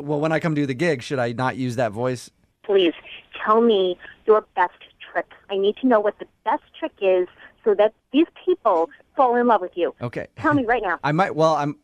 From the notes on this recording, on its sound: Phone Tap.